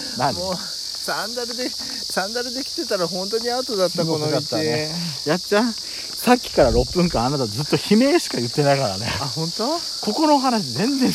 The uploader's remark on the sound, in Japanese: みちのくあじさい園で散策収録。カメラ撮影音が五月蝿くてすいません。